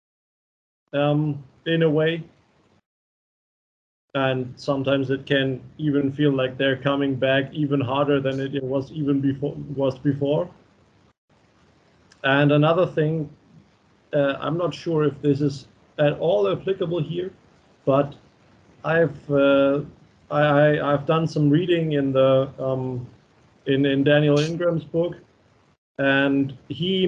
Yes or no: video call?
yes